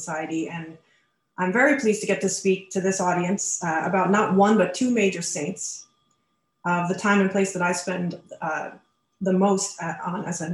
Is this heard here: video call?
yes